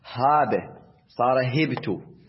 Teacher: كانت الهاء مفتوحة صارت مكسورة